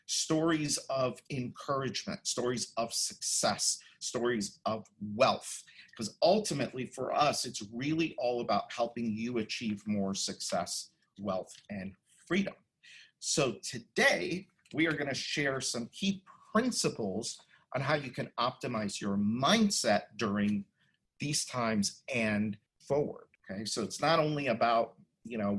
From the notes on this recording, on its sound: The audio from a special online event.